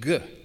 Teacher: Instead of unvoiced K, the Greeks used its voiced equivalent, the G sound